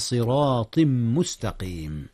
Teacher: جاء إدغام هنا يا أستاذنا، أدغم التنوين تنوين صراط في ميم مستقيم